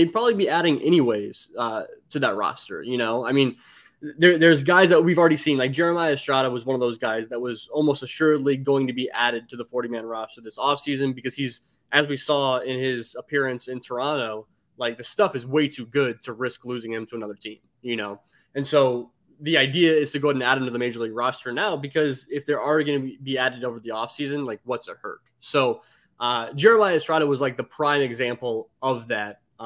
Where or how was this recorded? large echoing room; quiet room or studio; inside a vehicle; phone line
quiet room or studio